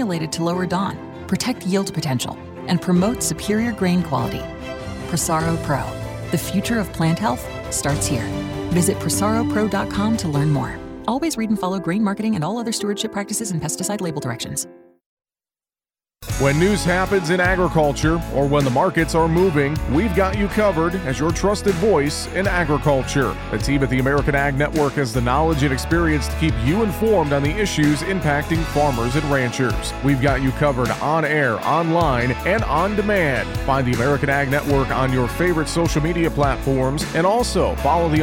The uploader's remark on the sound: We are broadcasting live from AgMarket.net's Farming for Profit, Not Price Conference in Nashville, TN.